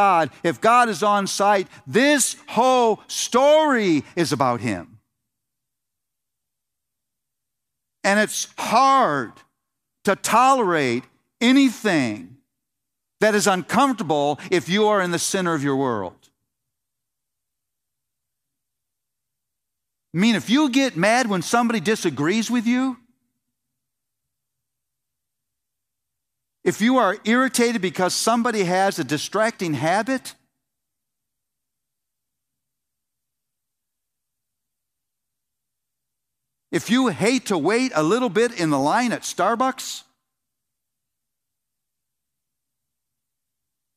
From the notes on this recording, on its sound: The Gospel Coalition’s 2019 National Conference in Indianapolis, Indiana